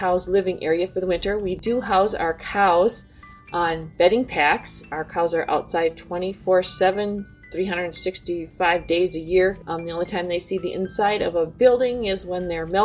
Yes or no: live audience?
no